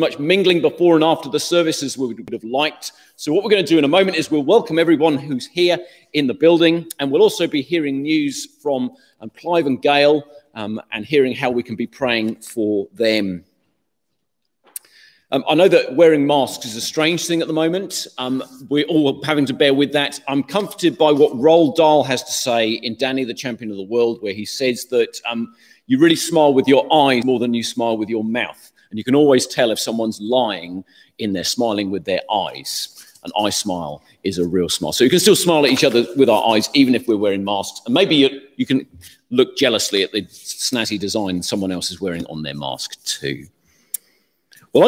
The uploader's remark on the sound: Morning Service (Live